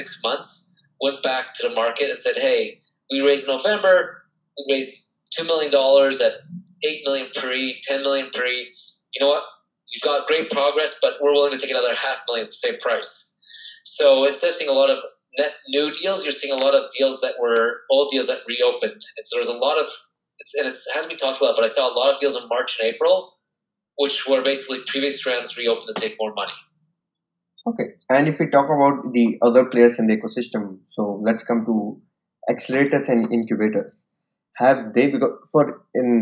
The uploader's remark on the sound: Audio Quality is impacted as the recording was virtual over the zoom call.